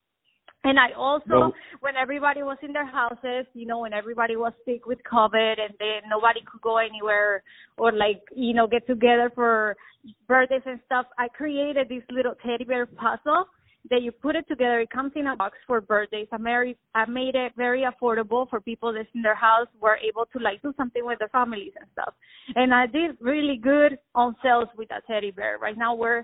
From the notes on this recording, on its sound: On the phone